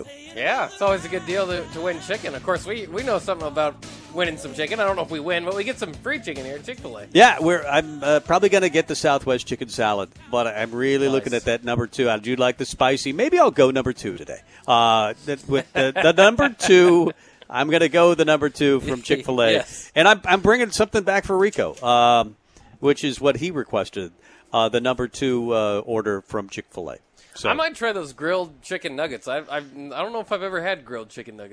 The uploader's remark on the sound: Tailgate Tuesday live from Chick-Fil-A